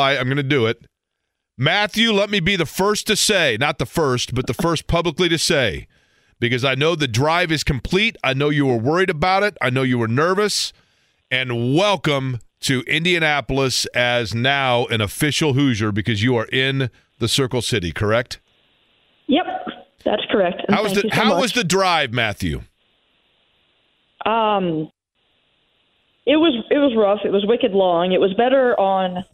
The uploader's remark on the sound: we open the phone lines for listeners to ask or state anything they want